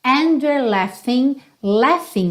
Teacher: esse GH, vai ter som de F mesmo